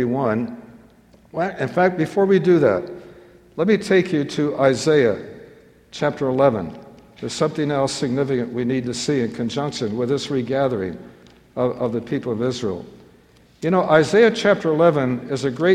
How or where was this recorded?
live audience